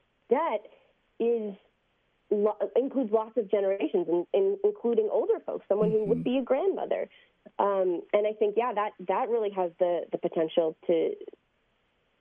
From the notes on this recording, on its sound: Reset hears analysis from a legal expert and opens the phone to hear from listeners for their takes.